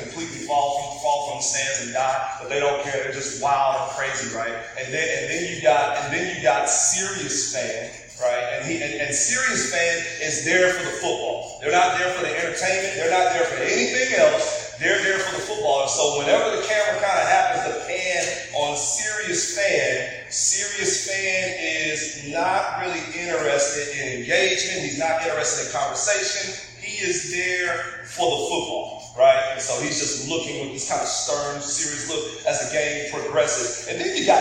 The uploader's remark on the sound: Apologies for the audio quality this week!